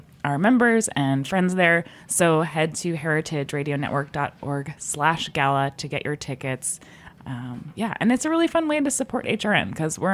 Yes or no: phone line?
no